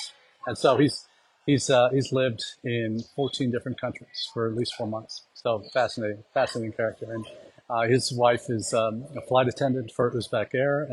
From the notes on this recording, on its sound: Live from Tashkent, we are doing this week’s #livechat from the South and Central Asia #EdUSAForum